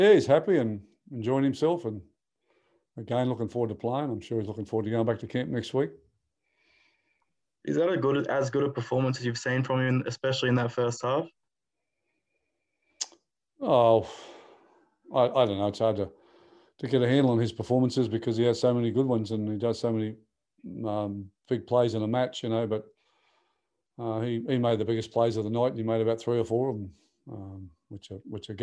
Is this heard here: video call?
yes